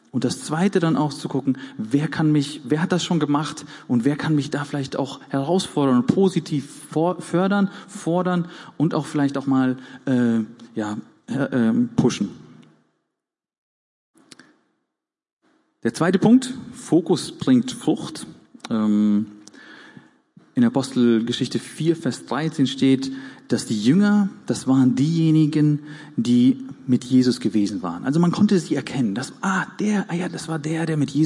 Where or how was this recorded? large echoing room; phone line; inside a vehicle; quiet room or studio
large echoing room